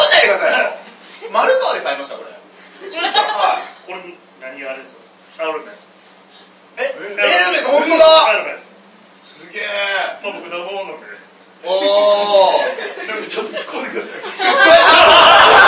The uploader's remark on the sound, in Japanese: 公開収録ライブ